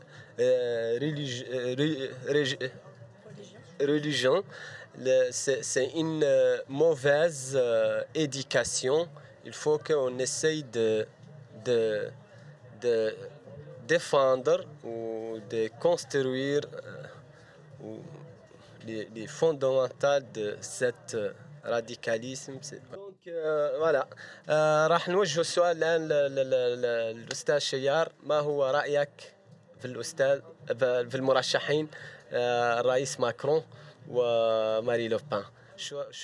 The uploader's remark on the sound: A program recorded in public at the BAAM's house-warming party in Arabic and French.